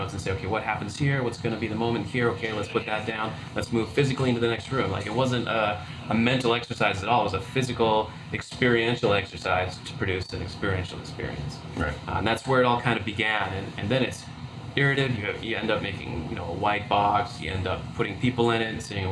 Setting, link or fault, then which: setting, busy venue